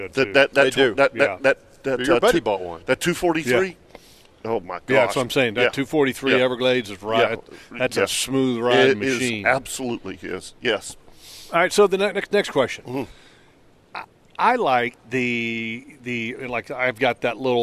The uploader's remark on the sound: LIVE From the Jacksonville Boat Show! The guys were broadcasting live from Boat Central for this episode!